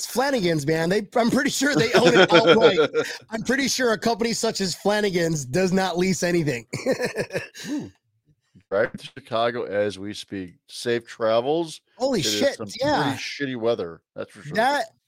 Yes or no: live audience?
no